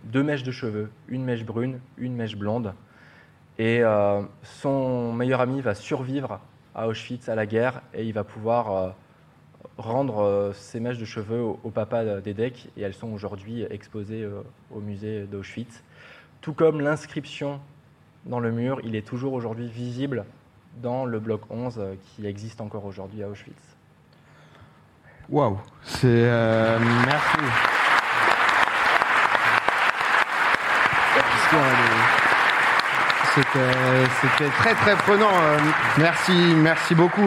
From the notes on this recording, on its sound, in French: Cette première en public.